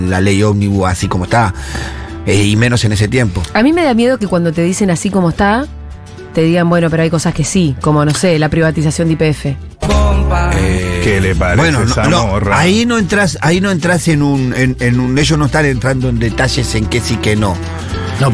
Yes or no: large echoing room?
no